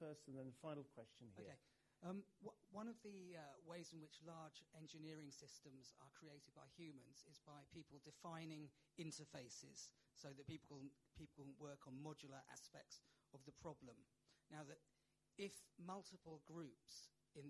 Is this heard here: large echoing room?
yes